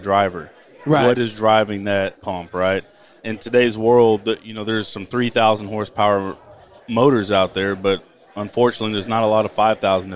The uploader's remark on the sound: Live from the Oilfield Electrification Technology Conference